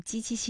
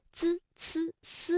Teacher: 我们在读鸡栖息的时候呢，感觉到是舌的中间在使劲，也就是我们通常所说的舌面，而滋呲丝呢会感觉到是舌尖在用劲